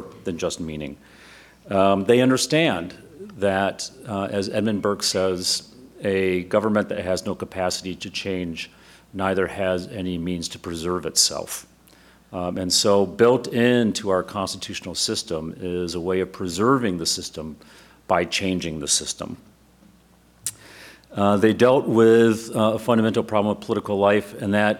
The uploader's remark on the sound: Constitution Day Celebration. Live audience Q&A.